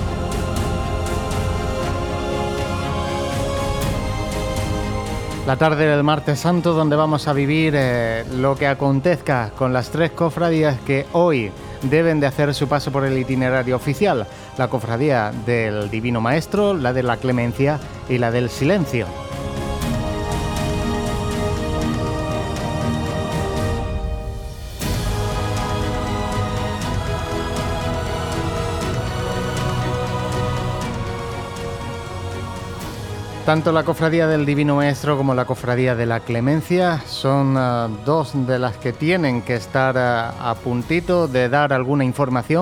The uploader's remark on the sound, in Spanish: Martes Santo 2022. Retransmisión en directo del Martes Santo en Jaén en el año 2022.